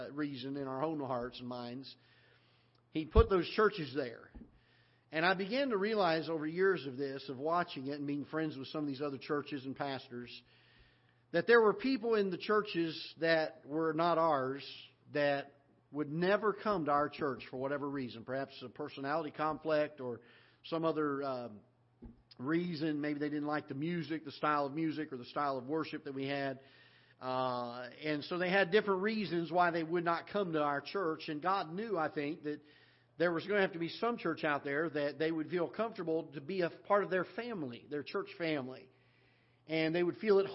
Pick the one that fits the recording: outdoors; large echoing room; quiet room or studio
large echoing room